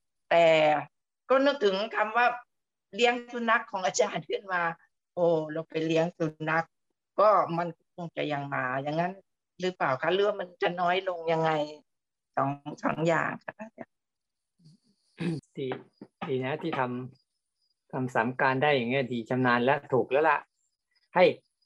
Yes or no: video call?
yes